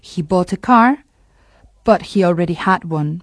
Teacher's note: si la siguiente palabra empieza por consonante, clarísimamente la R sería muda, la R final de palabra